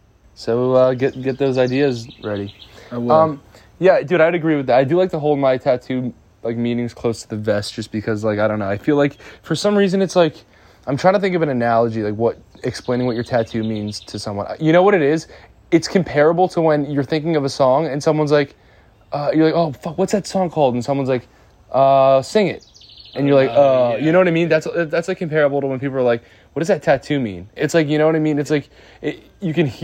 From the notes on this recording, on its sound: We’re back in Jersey for our mom’s birthday walking through the garden recording the podcast on our phones.